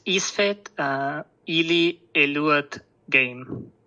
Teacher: One cool thing is, when the, you know, imperfective as a prefix or the perfective comes before a monophthong, it like is the form a or a, and here we see that in front of isvet, the verb which starts with a monophthong, the imperfective creates a long e instead of ae